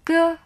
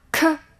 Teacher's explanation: 个和科，他们的发音位置相近，但是科的气流更加明显